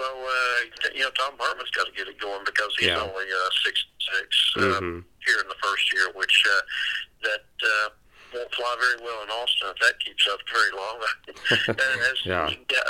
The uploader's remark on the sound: call into the show